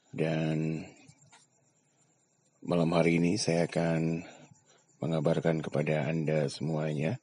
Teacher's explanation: Jadi ngomongnya flat aja gitu ya. Tanpa intonasi.